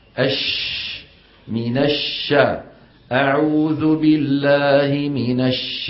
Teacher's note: جزء من الصوت عم يصطدم بالأسنان العليا، الصفحة الداخلية للأسنان العليا، وجزء عم يتابع طريقه للخارج من بين الأسنان · Term: التفشي